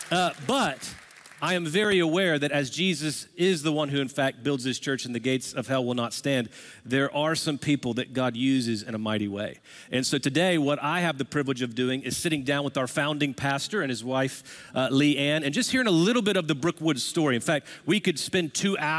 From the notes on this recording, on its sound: Recorded Live at Brookwood Church